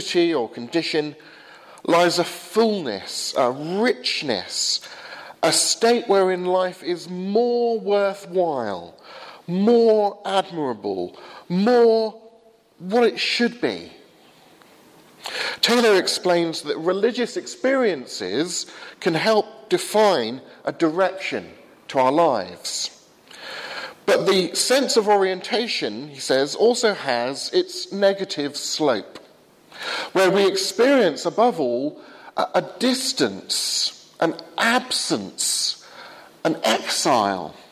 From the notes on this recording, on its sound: Sermon from the 8 am service at Highfield Church, Southampton, April 24th, 2016.